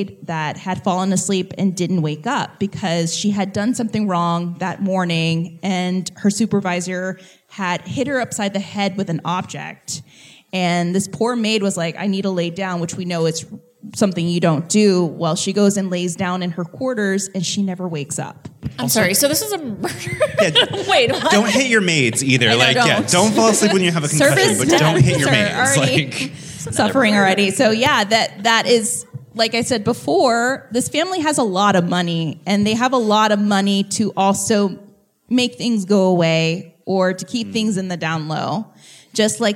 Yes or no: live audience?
yes